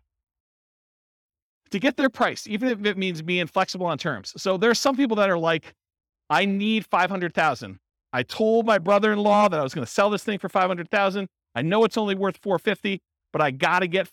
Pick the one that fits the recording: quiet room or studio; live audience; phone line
live audience